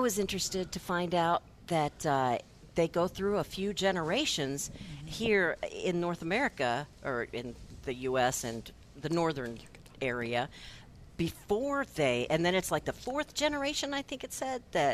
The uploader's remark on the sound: Plant Experts Live at Prairie Gardens.